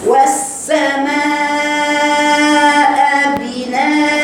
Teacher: والس عندك سين مرتين لان سين مشدده. والسماء صفير السين باين رخامة السين باينة